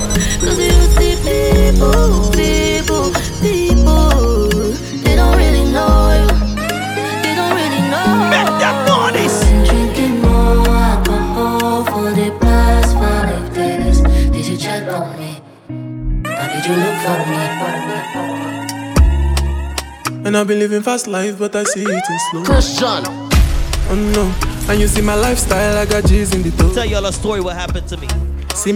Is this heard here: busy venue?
yes